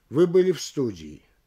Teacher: Нет повышения и нет вопроса. Здесь только интонация поднимает предложение на степень вопроса.